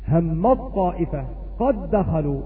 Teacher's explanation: فقد أدخلت الحرف الأول في الحرف الثاني حتى تنطق بحرف واحد مشدد · Term: الإضغام